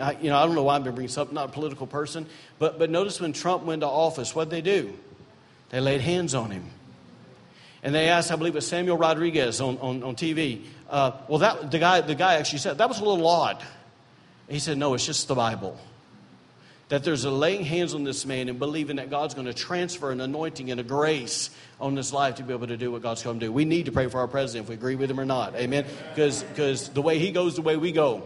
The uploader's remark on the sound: During Sunday morning service at Celebration Life Family Church.